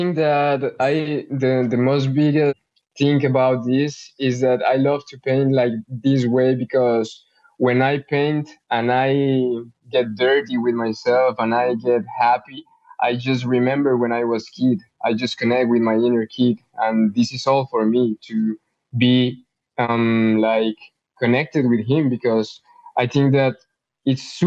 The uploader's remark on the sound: This episode of the Web 3 Artist Spotlight was broadcast live via a Twitter Space on Friday, April 7th, 2023.